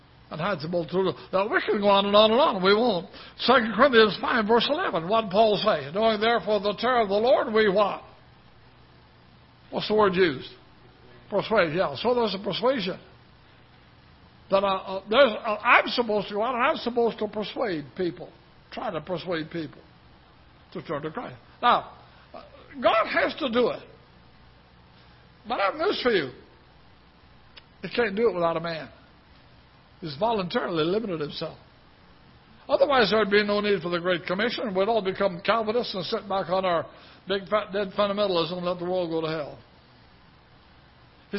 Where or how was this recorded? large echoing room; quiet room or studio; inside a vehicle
large echoing room